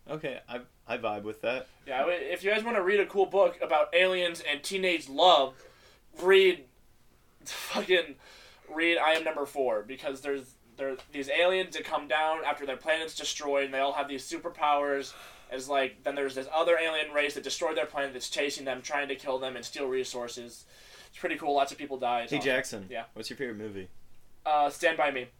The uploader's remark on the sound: please bare with us with some audio difficulties we're still messing around with the mic